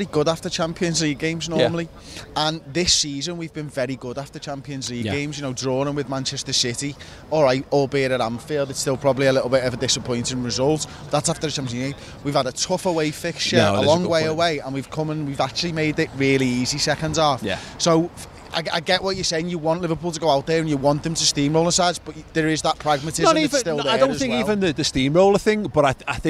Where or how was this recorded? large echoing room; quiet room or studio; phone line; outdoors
outdoors